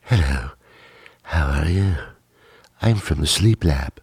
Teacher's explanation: this woman with a very breathy voice